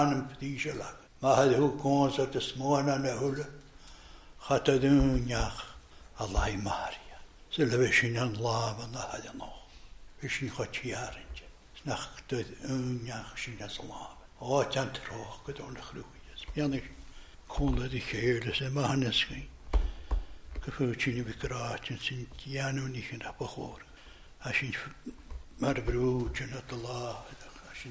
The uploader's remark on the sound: recorded at North Harris Free Church on the evening of Sunday, 5th March 2023.